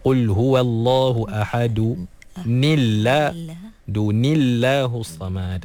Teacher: bila kita baca dengan baris bawah pada tanwin tu, automatik lafzul jalalah dinipiskan, diterkikkan.